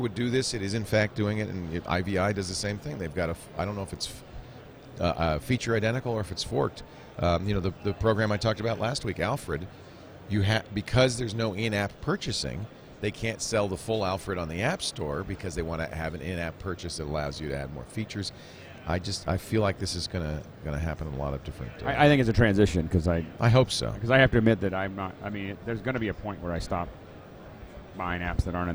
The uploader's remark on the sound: Live from NAB Show 2011.